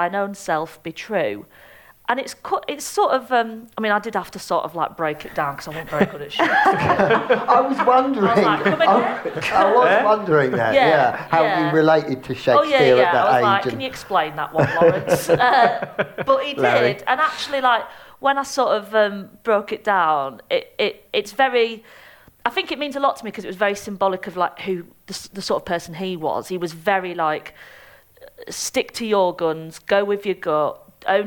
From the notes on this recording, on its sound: Recorded live at the Edinburgh Fringe.